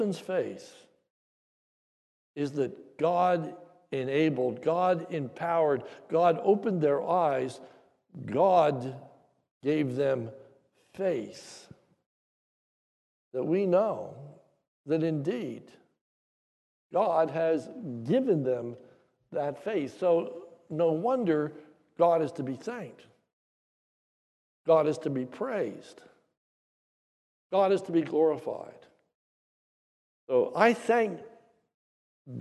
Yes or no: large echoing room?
yes